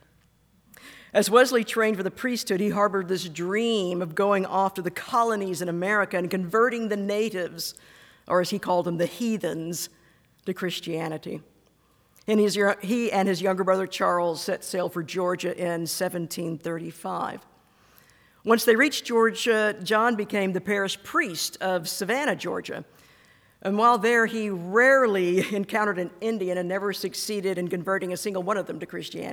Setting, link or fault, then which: setting, large echoing room